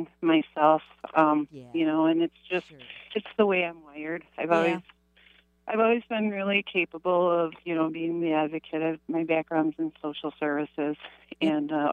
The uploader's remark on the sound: Open Call-In Show Day